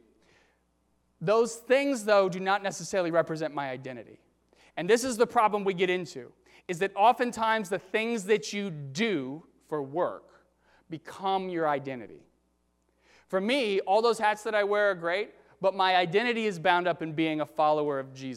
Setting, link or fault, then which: setting, large echoing room